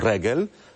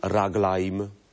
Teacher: E zmieniło się w a, a się zmienia w e.